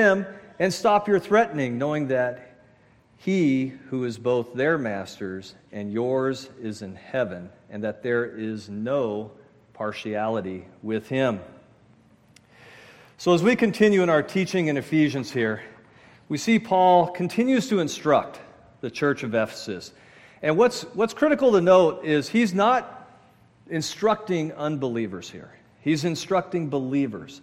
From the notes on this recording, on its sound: At Murrieta Valley Church in Murrieta, California.